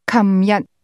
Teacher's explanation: is pronounced kamyat in Hong Kong, beginning with a k sound